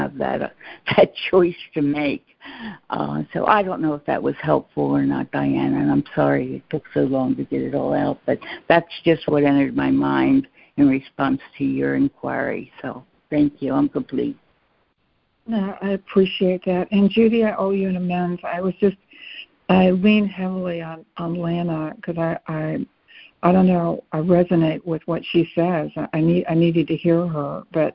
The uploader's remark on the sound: ACIM Daily Conference Call